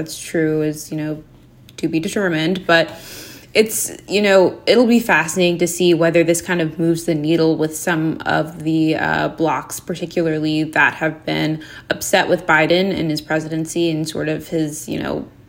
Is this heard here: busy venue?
no